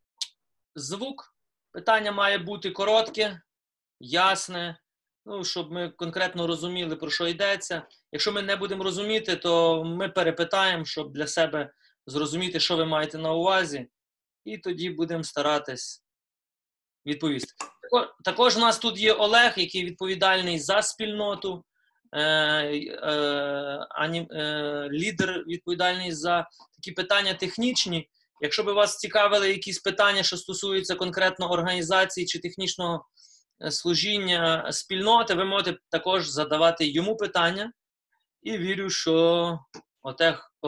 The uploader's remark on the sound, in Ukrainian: Zoom зустріч